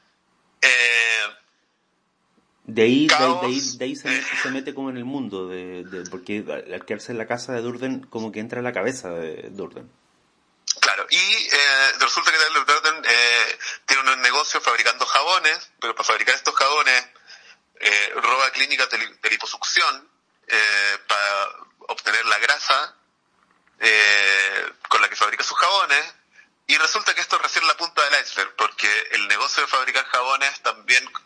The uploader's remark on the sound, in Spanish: por teléfono